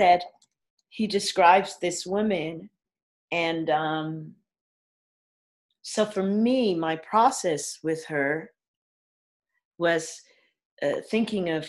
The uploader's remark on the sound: Via Zoom.